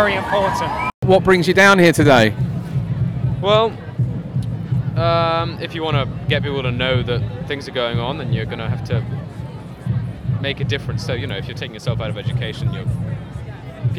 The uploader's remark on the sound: Fridays for Future School Climate Strike Live from Bristol. In this episode I head to Bristol with my son to join the Schools Climate Action strike - Fridays for Future and chat to students. This is experimental, noisey and insightful!